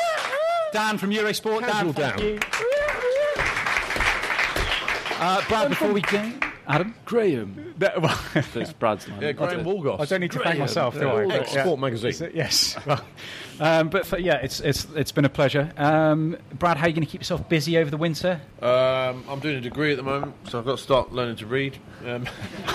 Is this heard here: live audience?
yes